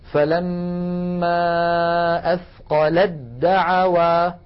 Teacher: ساكنة، ودعوا أولها دال متحركة والتاء والدال من المخرج عينه، لذلك نحول التاء إلى دال ثم ندغم الدال في الدال